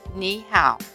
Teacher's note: In actual pronunciation, when the Chinese word has 2 consecutive third tones, the first tone becomes a second or rising tone